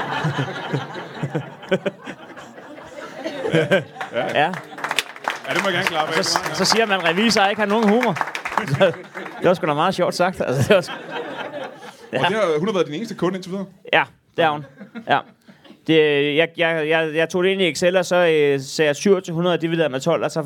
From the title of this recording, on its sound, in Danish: Live fra HCA Festivals